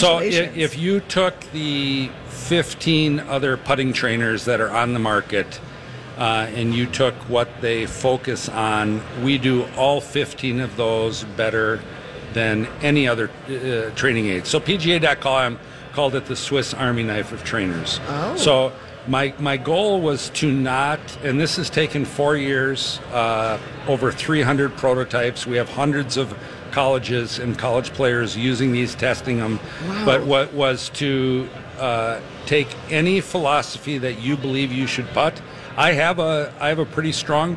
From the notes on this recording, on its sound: live from the Choice Bank Minnesota Golf Show!